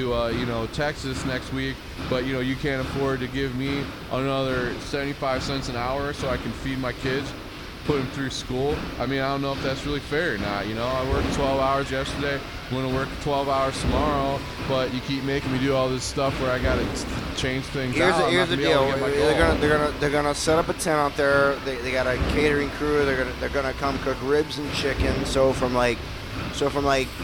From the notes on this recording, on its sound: report in live from the World Cup